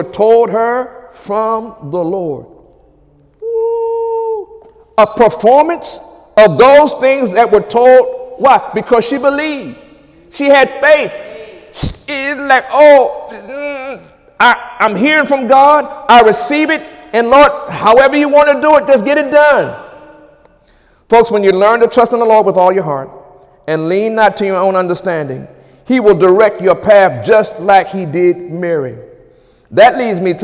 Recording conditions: large echoing room